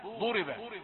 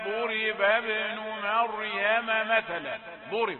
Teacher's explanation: ضممنا الفم، فالفم عندما استدار كالخاتم لم يسمح لكثير من هواء الزفير، يعني قلل انبعاث هواء الزفير. بدل أن قلت ضل قلت ضرب.